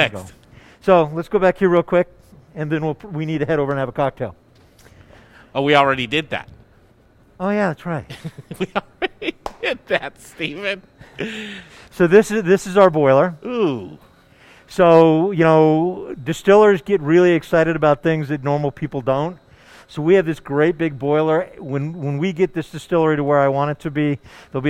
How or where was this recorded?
busy venue